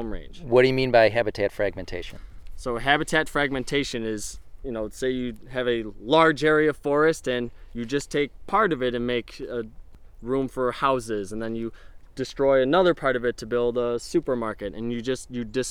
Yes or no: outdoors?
yes